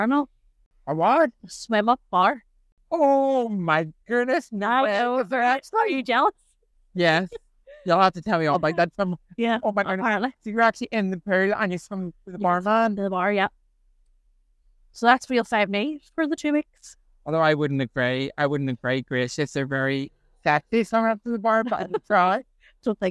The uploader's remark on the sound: We taking our recording on and off the road.